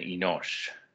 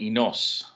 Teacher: the Hebrew will give you the sh sound at the end rather than the hard s sound